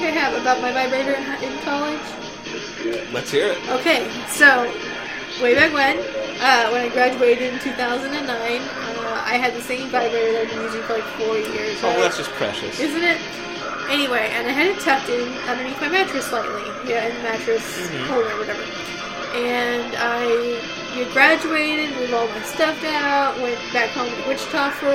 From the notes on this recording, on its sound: there are audio issues and obvious edits